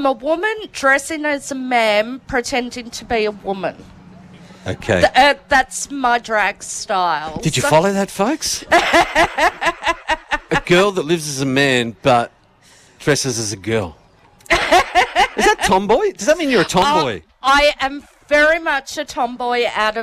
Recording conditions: outdoors